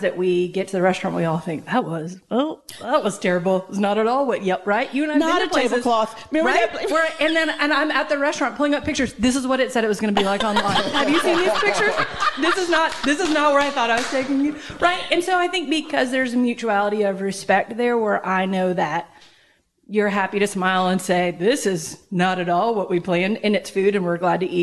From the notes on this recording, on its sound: This conversation was recorded at The Micah Center in front of a small audience during the LTM All Day event.